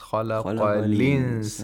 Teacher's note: We have the naql of the fatha, transfer of the fatha to the previous saken letter. خَلَقَ الْإِنسَانَ becomes خَلَقَ الْإِنسَانَ، as if the lam gets a kasra.